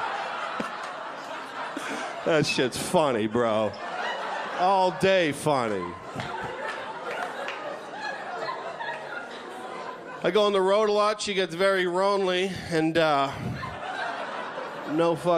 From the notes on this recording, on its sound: Stand Up Comedy Live Gotham Comedy Club.